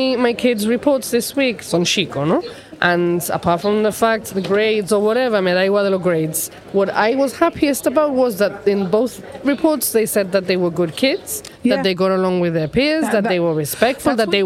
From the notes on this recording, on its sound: Live from Main Street and sitting on a nice bench under a tree. A normal afternoon downtown.